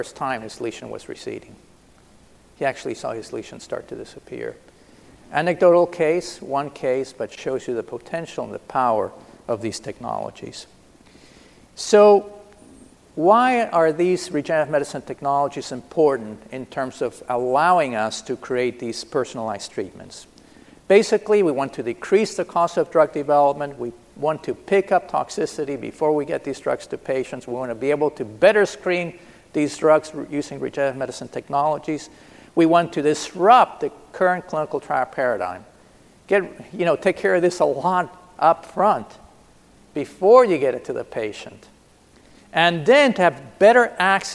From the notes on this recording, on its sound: This is a keynote session from DPharm 2018.